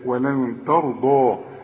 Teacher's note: ولن ترضى الضاد هي المفخمة والراء كمان مفخمة